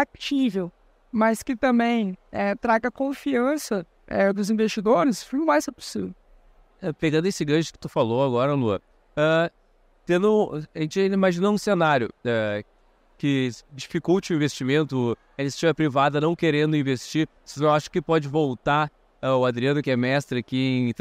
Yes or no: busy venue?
yes